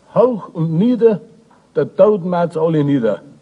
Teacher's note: Einen Nachklang von U bekommt das O vor Zungenlauten.